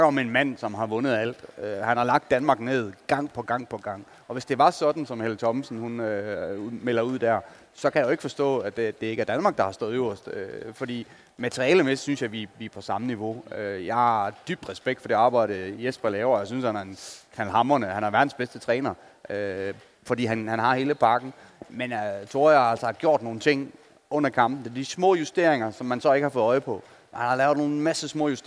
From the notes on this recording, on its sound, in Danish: Fredag eftermiddag var vi på plads på scenen i Fanzonen i Boxen. Optog vores optakt foran et live publikum, ligesom festen i Boxen begyndte.